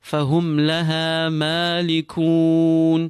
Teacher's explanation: The ha and the ma are pulled equally long. There are two long vowels.